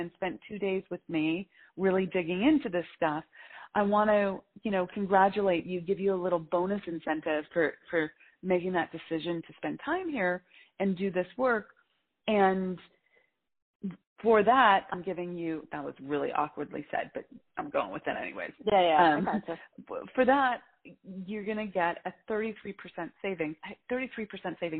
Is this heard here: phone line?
yes